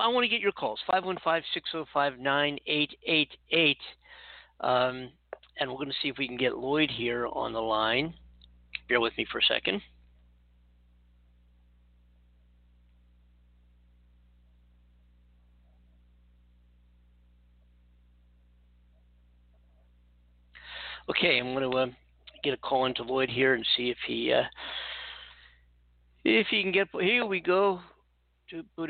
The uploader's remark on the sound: It is a live call in show.